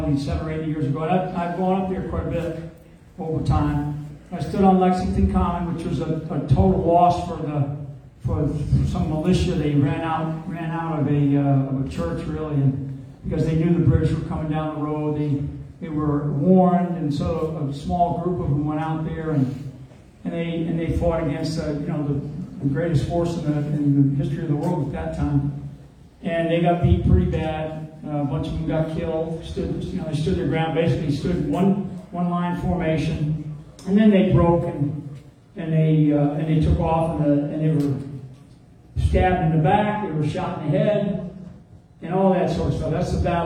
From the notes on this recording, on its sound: LIVE from Tulsa